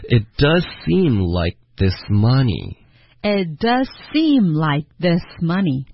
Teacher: It does seem like 那 like 的科的音，他说的时候好像略了，就发 like 有一个干脆的停顿就行了，不用听到了，不用科出来就行了。Like this 的这个字没有变化。好。 Money 也没有变化，money 呢的这个 ma 会加重音